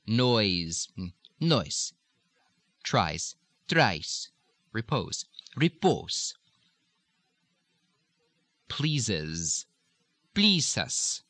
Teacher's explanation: when you have a Z sound, especially at the ends of words, you're going to change it to an S. A lot of times this is spelled with S anyway, but it's going to change to the S sound.